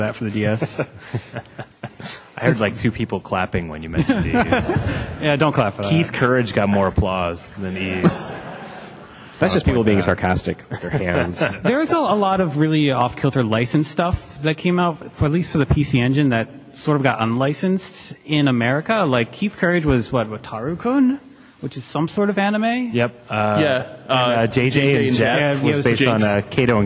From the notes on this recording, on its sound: Retronauts Live: Retronauts Live 4. PAX East 2011.